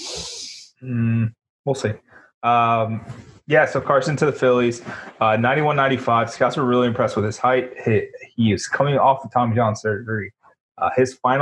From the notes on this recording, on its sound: jump in the zoom machine